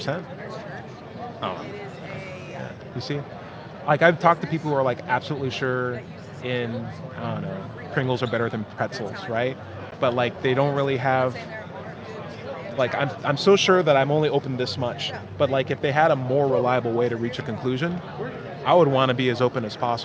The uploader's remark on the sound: Recorded at Politicon 2019 in Nashville, TN.